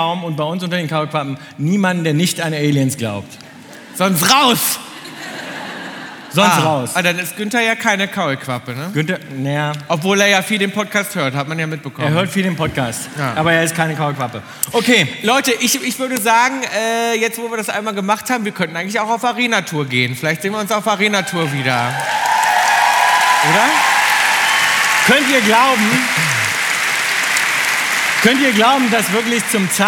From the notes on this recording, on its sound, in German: Unter donnerndem Applaus betreten die beiden die mit Rollrasen und Gartenzwergen bestückte Bühne der Elbphilharmonie in Hamburg! Live-Episode in der Elphi.